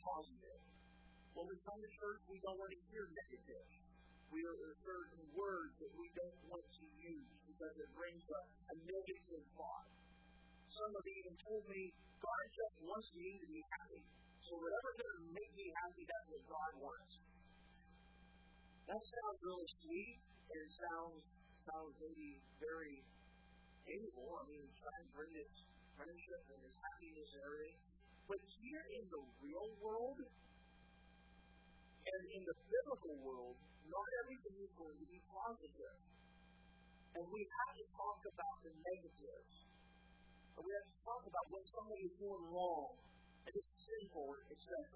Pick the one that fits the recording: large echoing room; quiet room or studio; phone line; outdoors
large echoing room